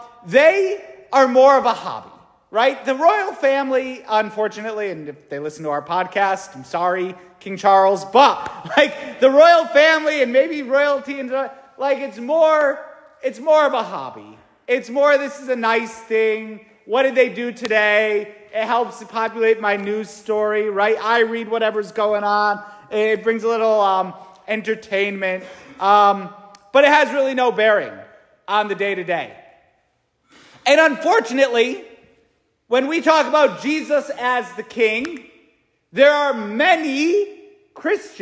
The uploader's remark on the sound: St Francis Catholic parish homily preached